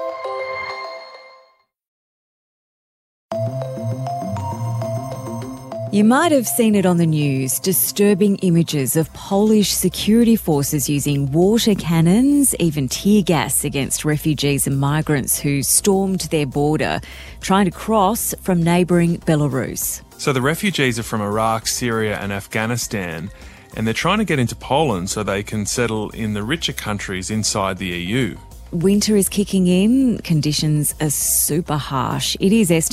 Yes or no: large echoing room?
no